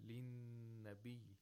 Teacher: The noon has tashdeed, and you have to apply ghunna for two vowel counts. And because he recites the Quran a little faster than other reciters, the ghunna is also going to be shorter in duration than those who recite with a slower pace.